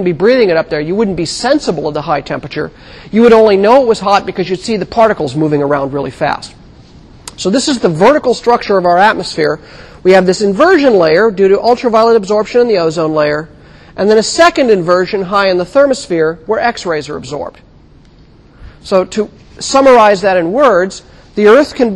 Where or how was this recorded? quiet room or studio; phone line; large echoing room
large echoing room